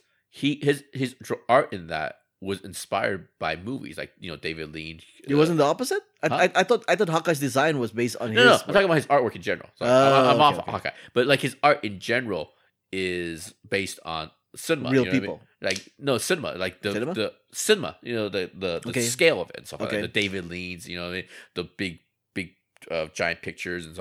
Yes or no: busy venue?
no